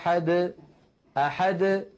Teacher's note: العلماء رحمه الله بيّنوا وميزوا بين نطق حرف القلقلة إن كان آخر حرف في الكلام، وبين نطقه إن كان ضمن الكلام، يعني مثلا لما يقول الفم قل هو الله أحد أحد ليس بعد الدال حرف، فالدال وقلقلتها تخرج واضحة جلية